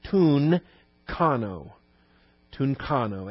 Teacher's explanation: A gamma in front of a chi becomes an N, and so you could pronounce it tunkano. Tunkano, accent on the alpha.